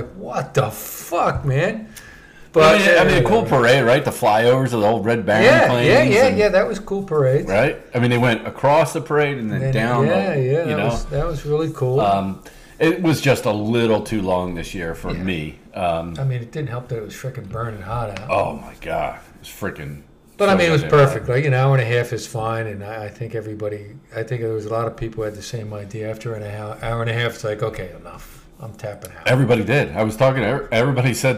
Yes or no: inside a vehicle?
no